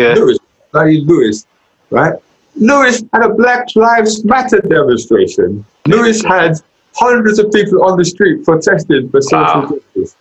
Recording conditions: video call